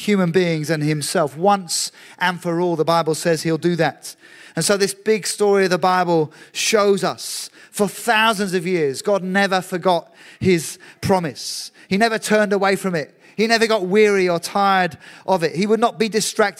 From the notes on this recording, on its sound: This is the full audio recording of our annual Christmas Carol service with all the Carols, the readings and a short message.